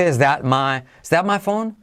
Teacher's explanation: Is that my phone? Is that, la T de that casi no se dice, is that my, is that my phone?